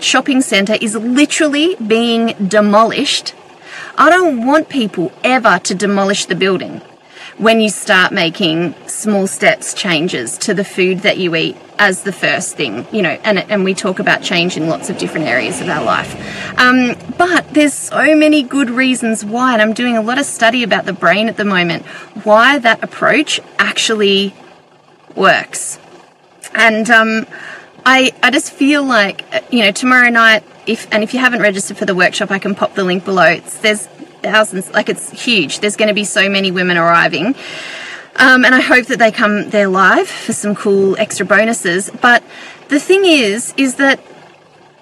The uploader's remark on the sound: Recorded this episode from her (hot) car! Her phone over-heated and stopped working!